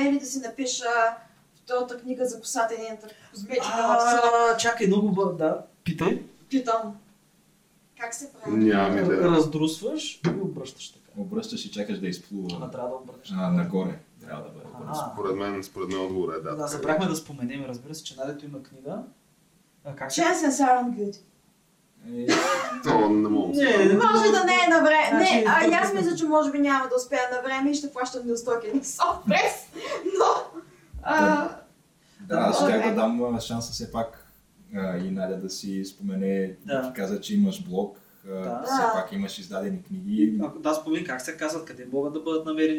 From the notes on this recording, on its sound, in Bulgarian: Понякога епизодът се получава толкова добре, че няма как да го изхвърлиш, дори когато тотално си прецакал звука.